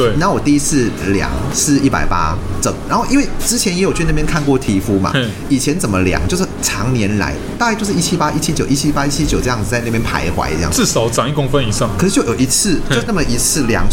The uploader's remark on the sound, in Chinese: 本集白噪音指數：蚊風級 1/5。錄音地點： BUZZ Cafe & Beer。